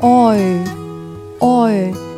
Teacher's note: 口型从哦过渡到ö。